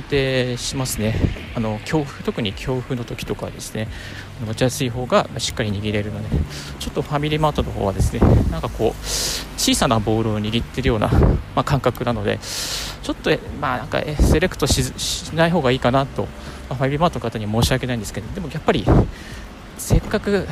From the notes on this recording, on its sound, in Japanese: 歩きながらラジオ配信